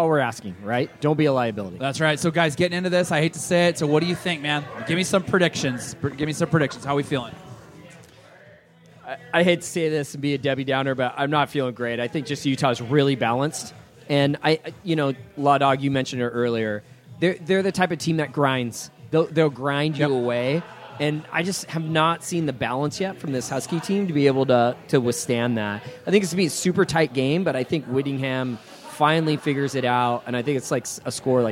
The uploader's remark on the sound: Live from the Roanoke.